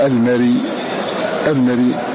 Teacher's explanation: فإذا وقف عليها حركه بالكسر بصوت خفي، ورومك يسمع، تسمع القريب حركة الحرف بحيث يسمعه القريب دون البعيد. · Term: الروم